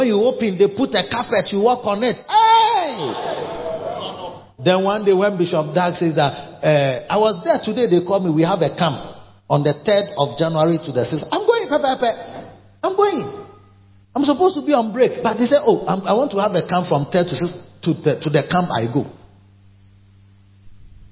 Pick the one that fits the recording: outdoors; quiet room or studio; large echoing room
large echoing room